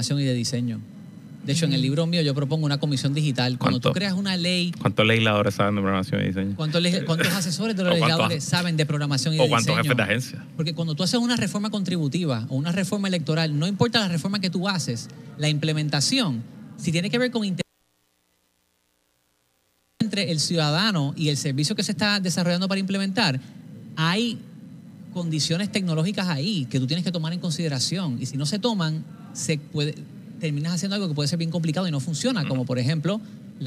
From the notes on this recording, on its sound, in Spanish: EN VIVO desde el Data & Innovation Symposium en el Centro de Convenciones de Puerto Rico.